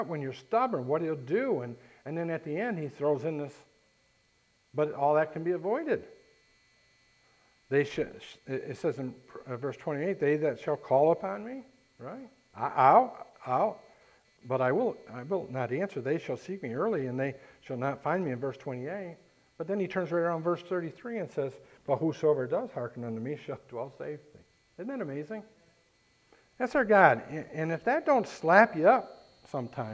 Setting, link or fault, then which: setting, large echoing room